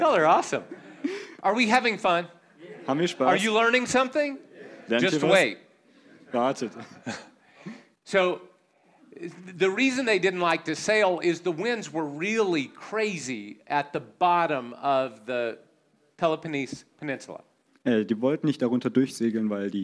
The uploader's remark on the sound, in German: in der Gemeinde Kaleo Schopfheim aufgenommen